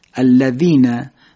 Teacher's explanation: خب باید دقت بکنید که حرف زال رو که ادا میکنید خیلی ساده، سر زبان به تیزی دودندان جلوی بالا میخوره و تکرار میکنم حرف زال رو که ادا میکنید سر زبان به تیزه دو دندان جلوی بالا میخوره و زال ادا میشه